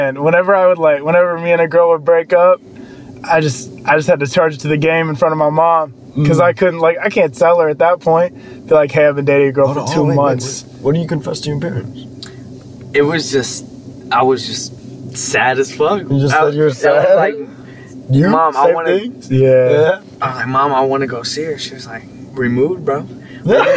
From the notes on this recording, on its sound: we record in a car!